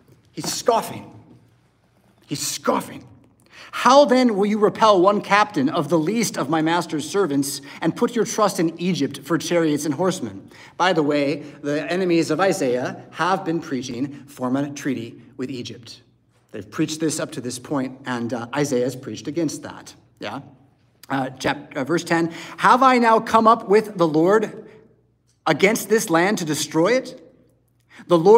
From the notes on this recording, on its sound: Preached at St Paul Lutheran Church , Rockford, Illinois on Sunday December 17th, 2023.